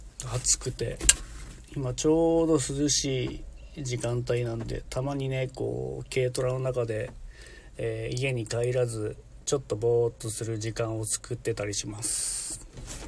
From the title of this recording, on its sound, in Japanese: LIVE〜軽トラの中から10分だけ〜